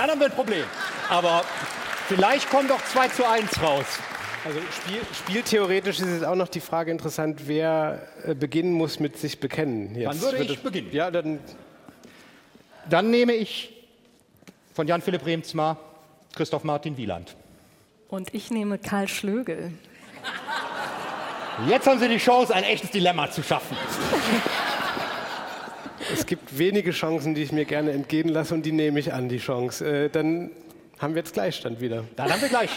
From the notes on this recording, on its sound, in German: Die Jury debattiert und entscheidet live vor Publikum über drei Sachbücher und drei Romane. Mitschnitt der Live-Übertragung aus der Münchner Allerheiligen-Hofkirche.